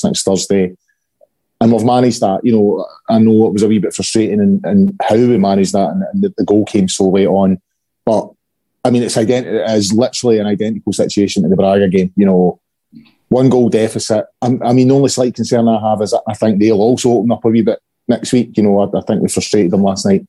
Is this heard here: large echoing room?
no